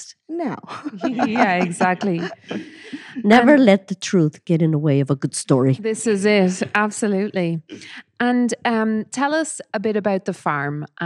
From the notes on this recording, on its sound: LIVE at Samhain Festival 2022. Recorded this special live episode in Kells Courthouse, Tourism and Cultural Hub at Samhain Festival 2022. Before a live audience.